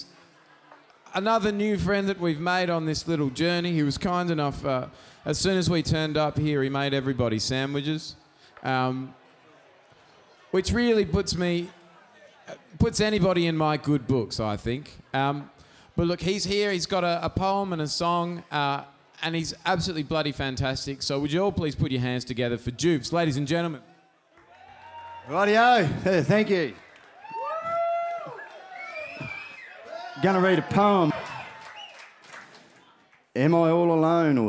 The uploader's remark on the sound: Recorded live at the Wudinna football club after the mighty Magpies had logged a historic win a few towns over this episode was a raucous party of fairly epic proportions.